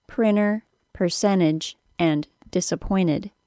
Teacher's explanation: the T sound being omitted when it occurs after an N sound and before a vowel sound, L sound, R sound, or schwa plus R